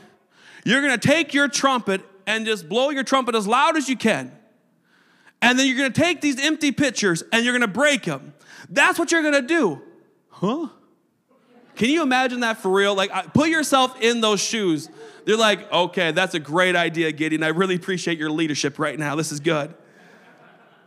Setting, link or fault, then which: setting, large echoing room